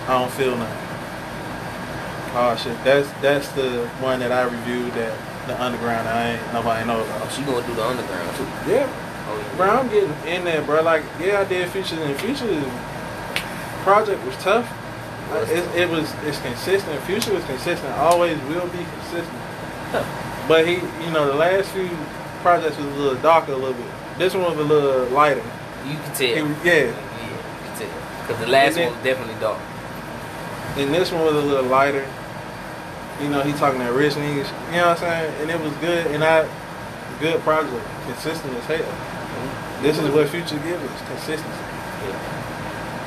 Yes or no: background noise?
yes